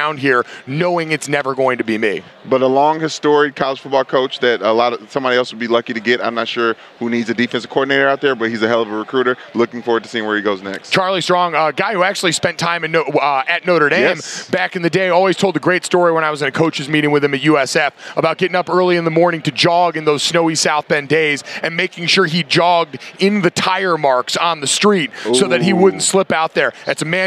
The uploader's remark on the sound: The last day coming LIVE from Radio Row.